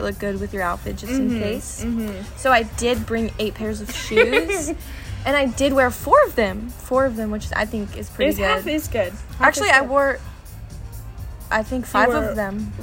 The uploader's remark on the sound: Live from the Ship